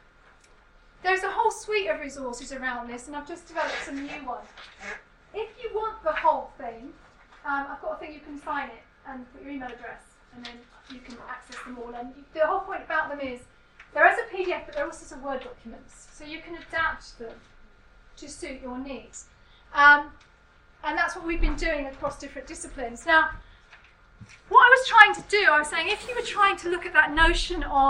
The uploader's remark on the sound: speaks at SRHE Academic Practice Network Event